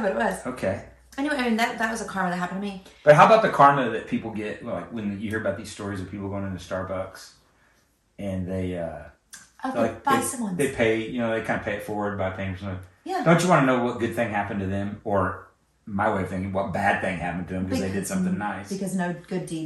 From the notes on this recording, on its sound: We're sharing a mic so it's kinda rough.